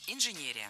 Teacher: Инженерия – это неверно. Ударение в этом слове должно падать на третий слог – инженерия.